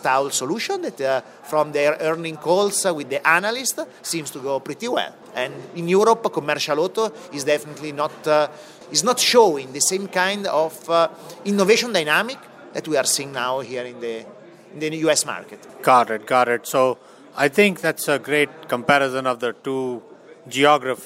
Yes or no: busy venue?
yes